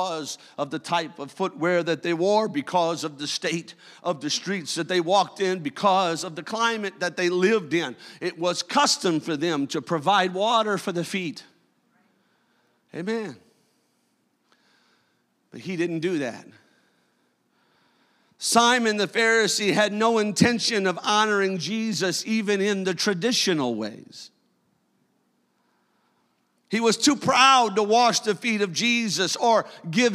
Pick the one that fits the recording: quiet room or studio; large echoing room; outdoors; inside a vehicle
large echoing room